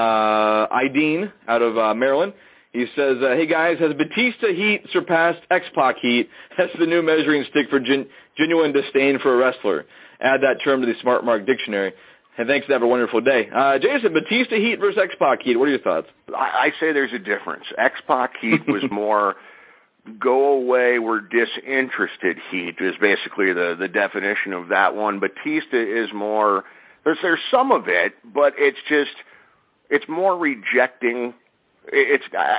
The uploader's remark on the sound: They discuss with live callers yesterday’s WWE Network launch.